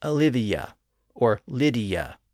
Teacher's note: But of course, when we pronounce those names in normal speech, we usually insert a slight Y sound or a Y glide in between